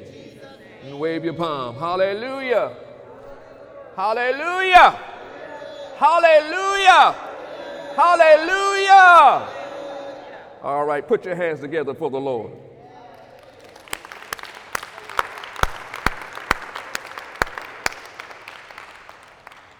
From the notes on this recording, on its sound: During Sunday morning service on April 14, 2019